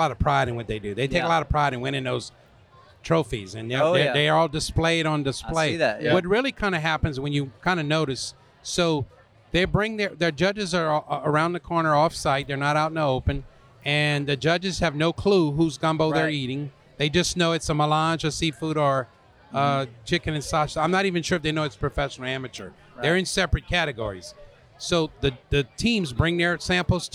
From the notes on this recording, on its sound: Recorded at the World Gumbo Championship Cookoff in New Iberia, LA.